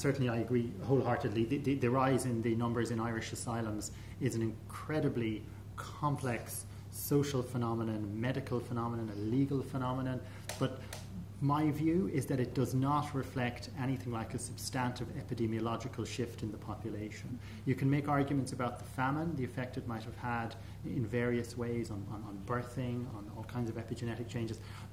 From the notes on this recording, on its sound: Expert Panel Discussion, filmed Thursday 3 July 2014 at the New Theatre, Dublin.